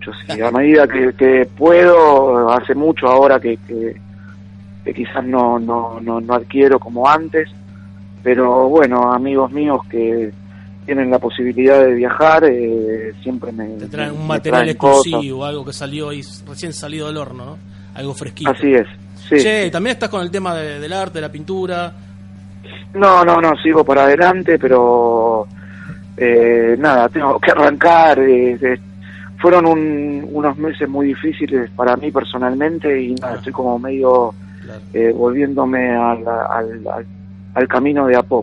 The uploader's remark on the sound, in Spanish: Entrevista telefónica